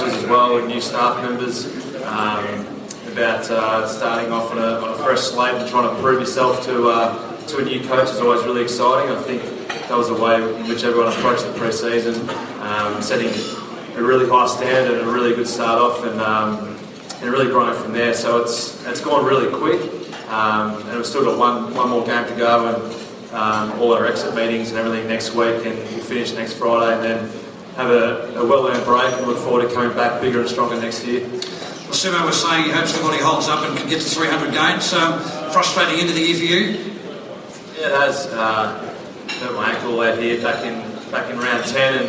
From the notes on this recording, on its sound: at the 2016 Spirit of Carlton Luncheon at Etihad Stadium